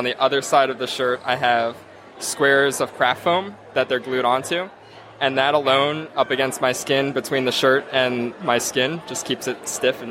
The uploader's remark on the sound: Cosplay Confidential – Live at All Star Comicon. Live on the con floor at All Star.